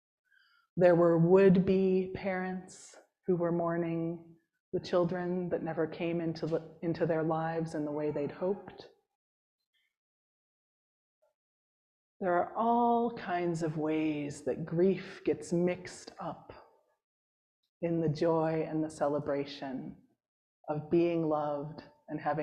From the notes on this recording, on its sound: Preached at St. James’ Episcopal Church in Hyde Park, NY.